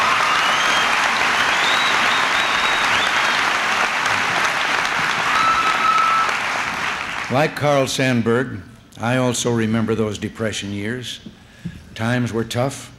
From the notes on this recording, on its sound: The president delivered remarks at the Dixon High School Gymnasium.